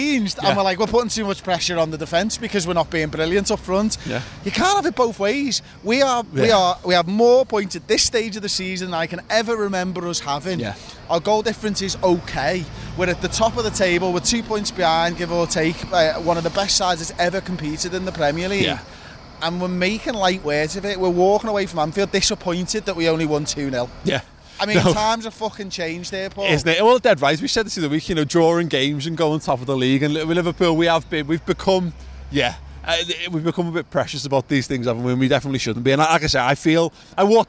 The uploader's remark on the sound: Instant Match Reaction. Outside Anfield with their immediate thoughts.